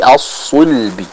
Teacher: Kita baca huruf sad dengan tebal agar apa? Agar tidak tertukar dengan suara dari huruf sin, ya. Karena huruf sad apabila dia ditipiskan, maka dia akan menjadi huruf sin.